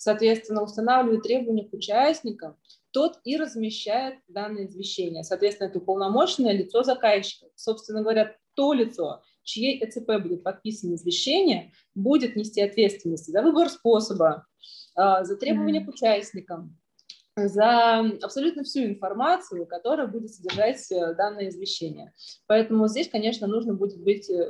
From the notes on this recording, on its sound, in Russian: Zoom-подкаст